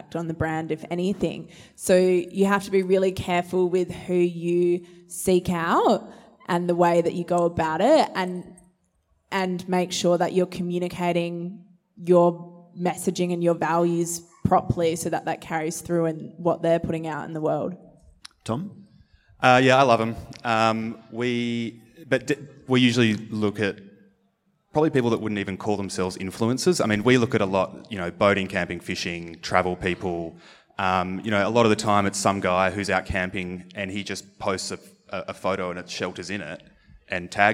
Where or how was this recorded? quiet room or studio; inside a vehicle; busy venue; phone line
busy venue